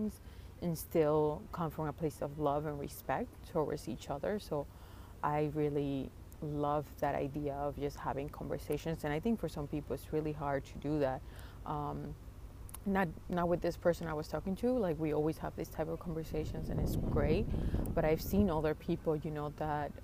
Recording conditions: outdoors